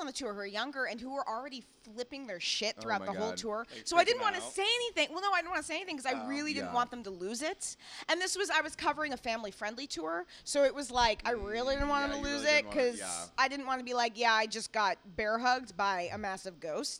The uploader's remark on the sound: Special thank you to the Crescent Lounge for allowing us to record on stage!